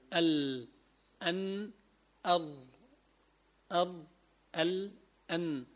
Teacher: تسمى ذلقية لخروجها من ذلق اللسان أي طرفه · Term: حروف الزلقية